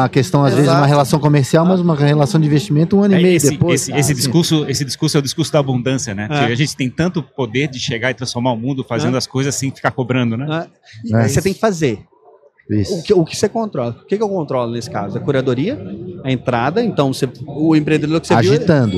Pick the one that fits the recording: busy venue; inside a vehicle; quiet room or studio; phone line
busy venue